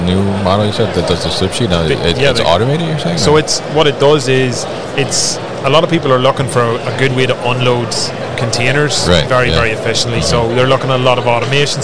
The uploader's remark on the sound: Combilift at MODEX 2022